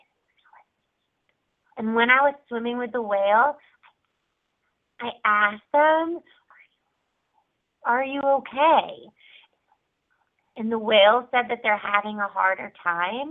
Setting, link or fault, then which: link, phone line